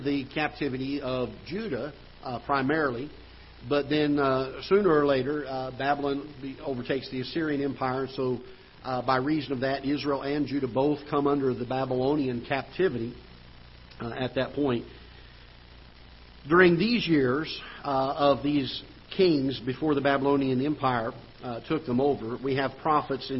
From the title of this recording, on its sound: Ketha Heights Baptist Church ~ Live Broadcast